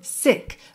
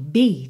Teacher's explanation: Sick é um som seco, sick. Beat já é compridinho, recheadinho.